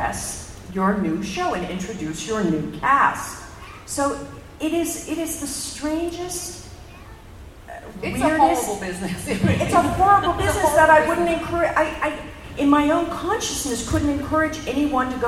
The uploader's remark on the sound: We wrap up our coverage of Star Trek Las Vegas 2015 with highlights from the floor